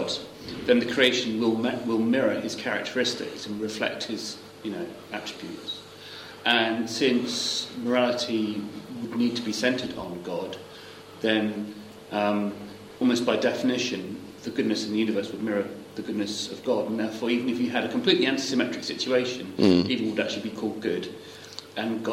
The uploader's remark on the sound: course at Higfield Church Southampton